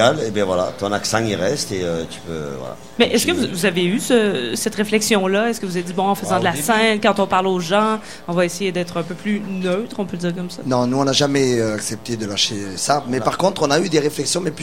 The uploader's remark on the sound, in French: Festival d'été de Québec 2015 sur les ondes de CKRL 89,1 en direct du bar Le Sacrilège